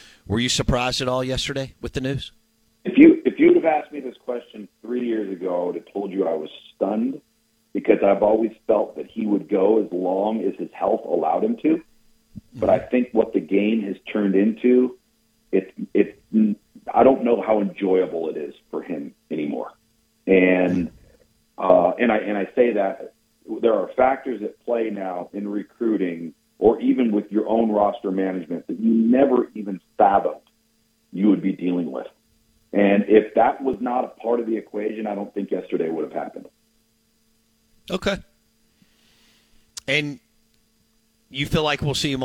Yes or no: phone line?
yes